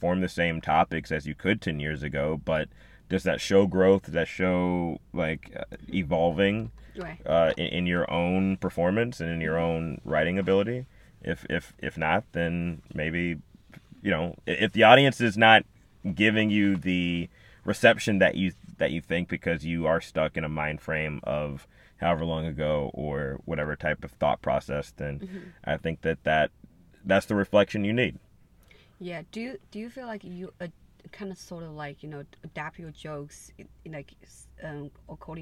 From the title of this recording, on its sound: In The Car